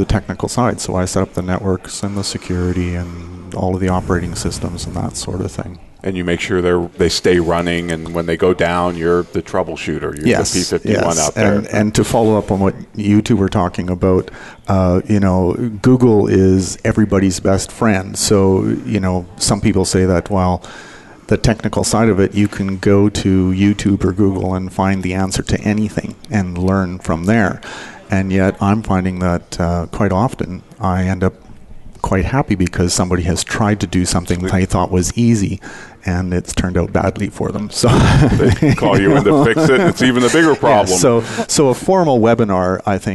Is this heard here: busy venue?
yes